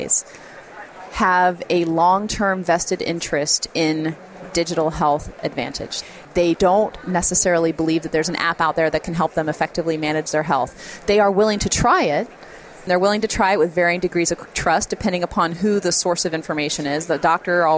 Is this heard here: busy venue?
yes